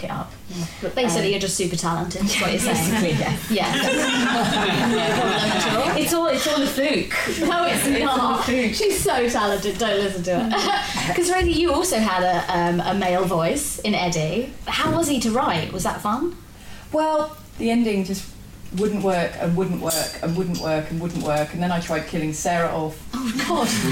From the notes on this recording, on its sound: Recorded at a special live event in front of an audience at Waterstones Gower Street. Produced by Pineapple Audio Production.